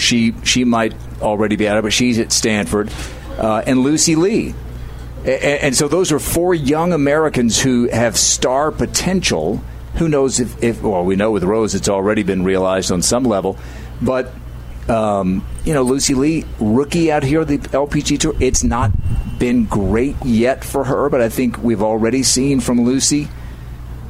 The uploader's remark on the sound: we're broadcasting live from the Blythefield Country Club which is home to the Meijer LPGA Classic